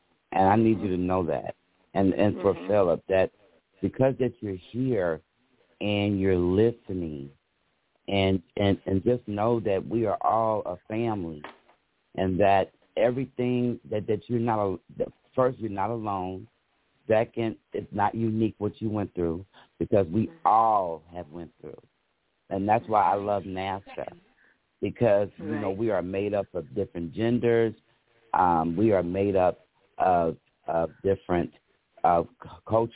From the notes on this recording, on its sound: Those who call in will form a panel